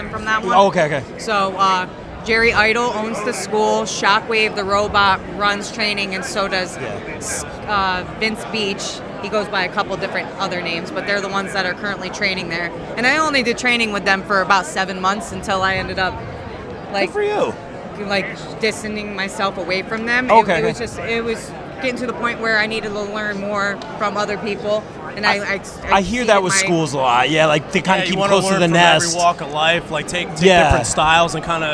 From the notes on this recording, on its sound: joins the show LIVE from Wrestlebash 22 courtesy of Parker Kane Promotions